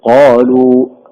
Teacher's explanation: لاحظوا الهمزة صغيرة دخلت في الآخر